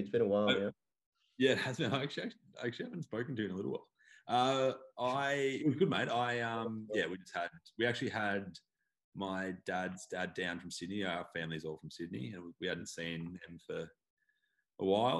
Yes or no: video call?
yes